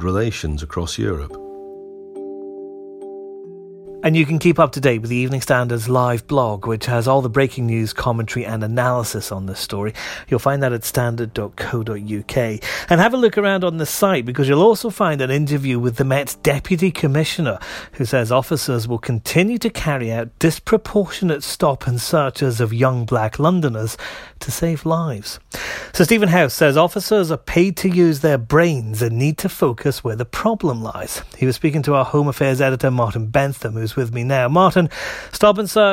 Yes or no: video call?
no